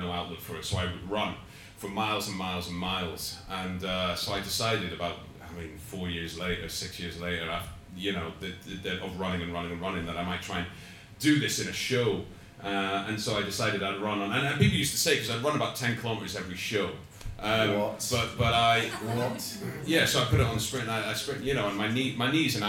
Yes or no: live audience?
yes